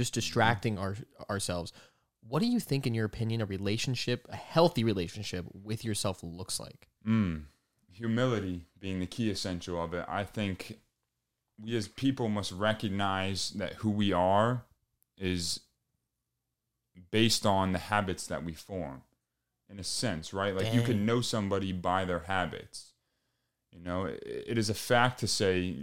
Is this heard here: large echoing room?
no